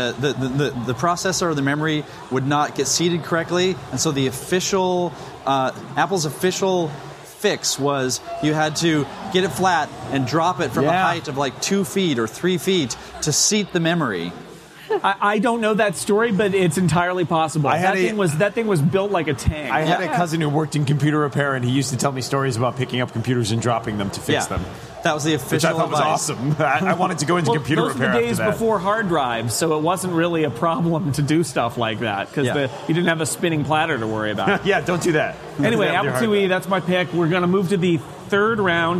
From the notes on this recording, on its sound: Live from Macworld/iWorld in San Francisco